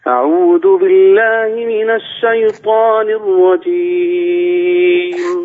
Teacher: فخم الطاء من الشيطان